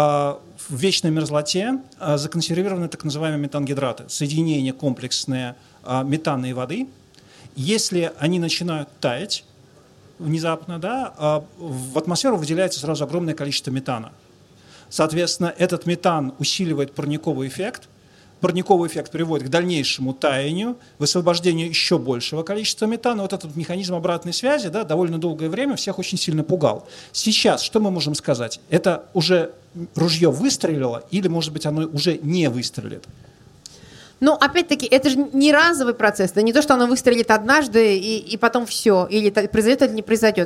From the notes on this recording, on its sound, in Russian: Это была открытая запись в рамках проекта Science bar hopping.